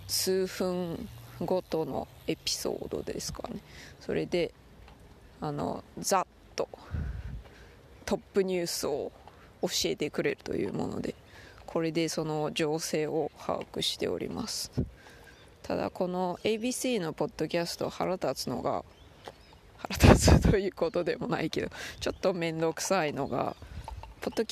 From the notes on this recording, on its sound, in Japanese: 骨伝導ヘッドホンでPodcast Addictな日々。犬の散歩をしながら収録しました。